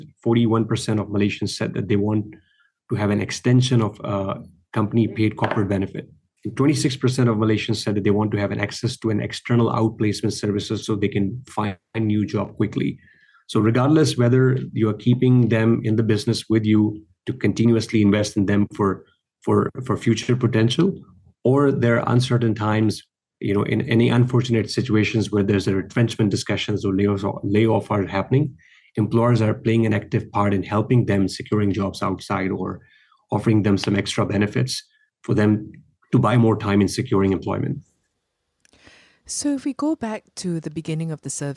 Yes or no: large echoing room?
no